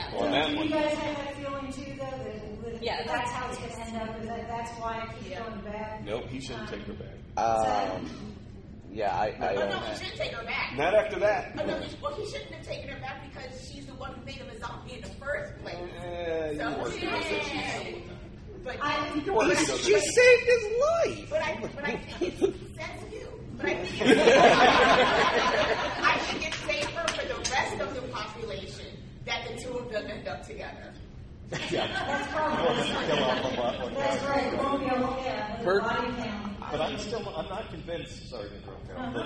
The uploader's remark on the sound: We have a recording of that panel. The DragonCon Urban Fantasy track.